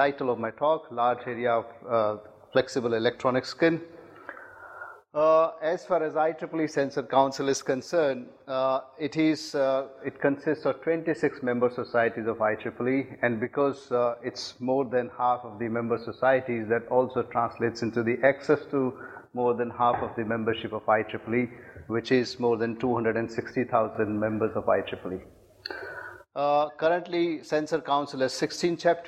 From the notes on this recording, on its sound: IFE Distinguished Visitor Lecture, recorded 24 May 2018 at QUT